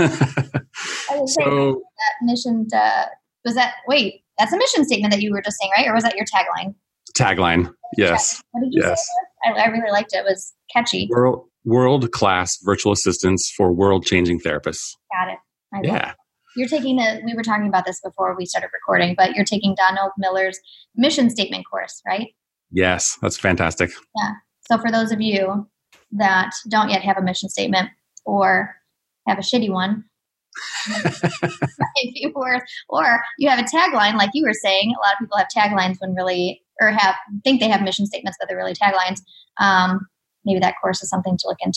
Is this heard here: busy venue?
no